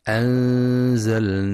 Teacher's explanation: وإذا كان الحرف مرققا رققت، نحو: أنزلناه، فترقق الغنة لترقيق الزاي